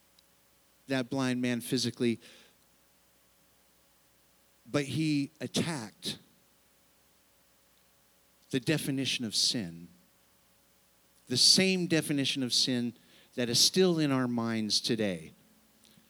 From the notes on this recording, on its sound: Sunday service, unedited recording